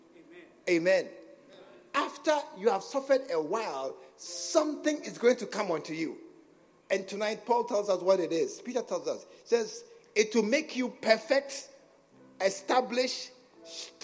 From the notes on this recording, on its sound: at the SAT Service, True Vine Cathedral, Bantama